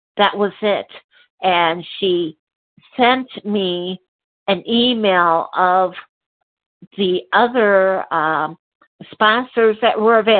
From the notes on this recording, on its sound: qualification from the 100 Pounders Phone Meeting